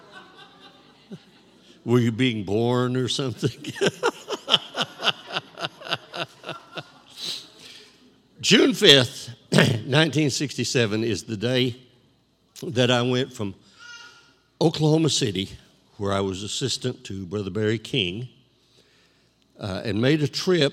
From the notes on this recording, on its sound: This JAT was recorded live on Sunday, October 10th, 2021 at Newark UPC.